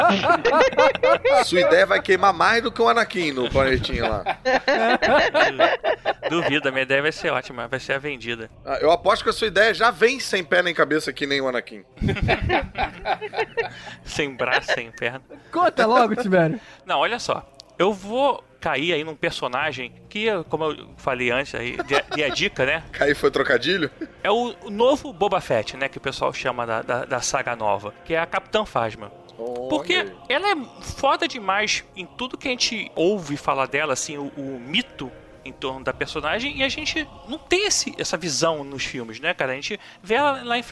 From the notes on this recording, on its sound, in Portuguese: Star Wars Day Ao Vivo. No palco do evento. Se você esteve conosco lá no teatro, não deixe de ouvir este episódio também porque ele tem conteúdo complementar que foi gravado fora do palco.